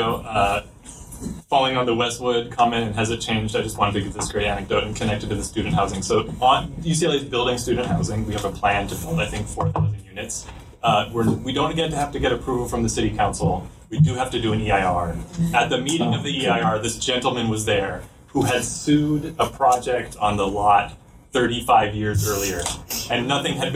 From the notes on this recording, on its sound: BIG QUESTIONS: LIVE AT UCLA. LA Podcast does its first live show at UCLA's Lewis Center! The audio is not great! The audience brings the heat with some Big Questions!